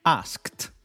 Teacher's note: The past tense of ask is asked, so ed in this case sounds like a t.